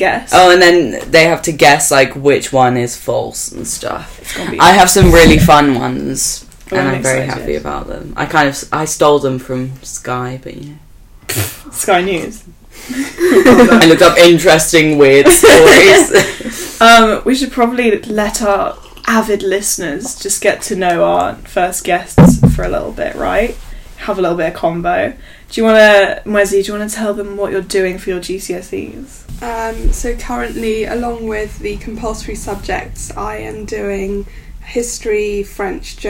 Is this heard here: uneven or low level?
yes